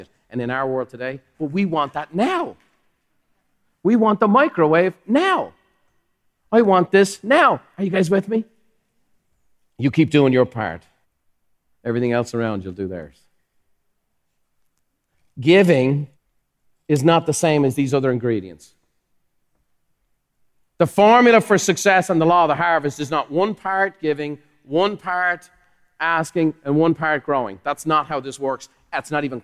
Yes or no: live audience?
yes